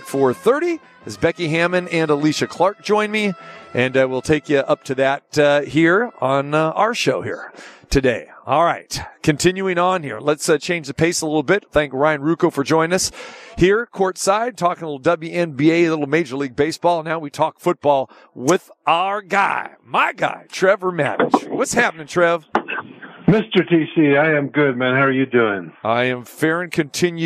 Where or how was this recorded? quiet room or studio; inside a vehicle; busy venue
busy venue